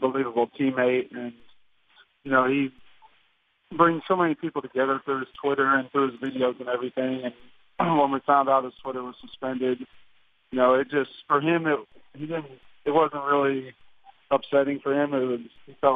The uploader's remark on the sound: called in to the Ben and Skin show